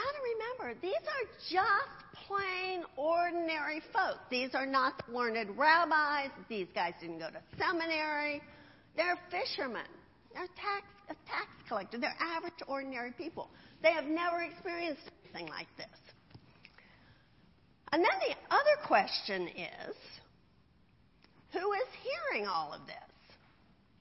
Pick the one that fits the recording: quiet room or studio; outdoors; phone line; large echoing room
large echoing room